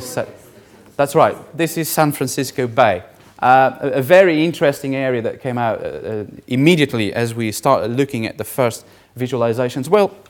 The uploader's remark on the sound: Third presentation of the fifth session (Vulnerable people and places 1) of the 4 Degrees international climate conference